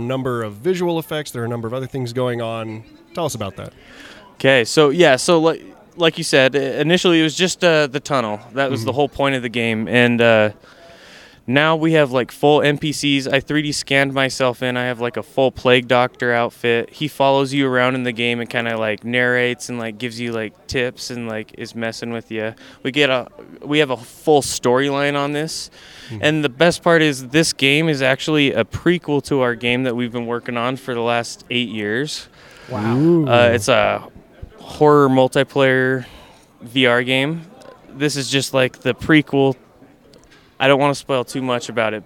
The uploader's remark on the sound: Gaming And More Interviews Live From FanX.